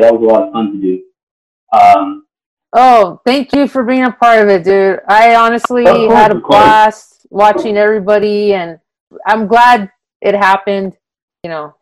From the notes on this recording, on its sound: I do apologize for the sound quality of this conversation. It’s not the best, but still works.